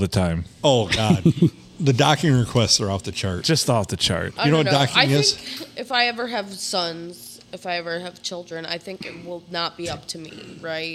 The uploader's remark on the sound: Recorded on a Sunday and bleeding into Monday at the Haunted Blue Water Sports Bar.